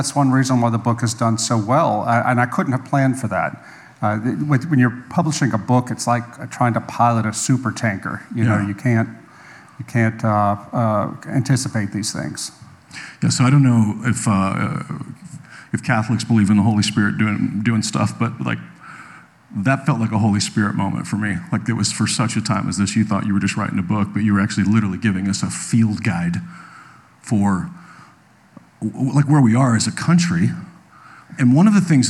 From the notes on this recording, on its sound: live at Conduit Church